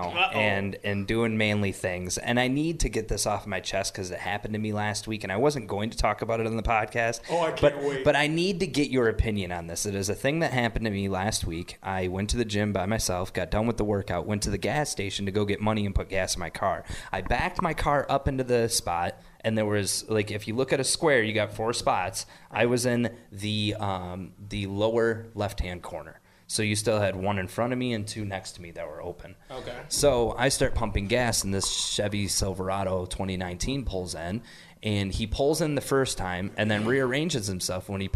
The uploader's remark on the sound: This episode was recorded at Cooley Law School Staduim in Lansing.